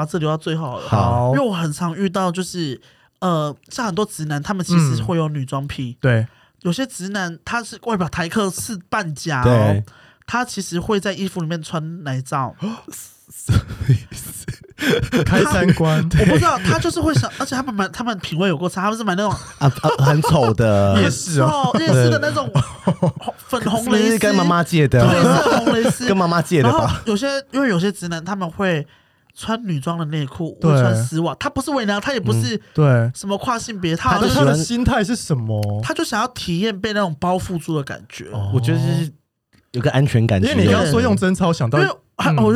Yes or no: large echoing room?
no